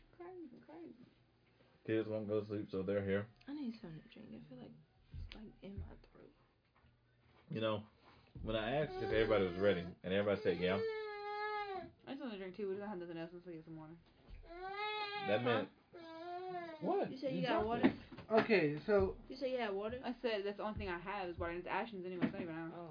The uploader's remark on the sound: Sorry for the baby noises its been a long day.